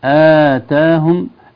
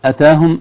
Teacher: آتاهم الهمزة ممدودة، أتاهم الهمزة متحركة فقط